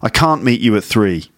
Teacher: the vowel sound in can't is still long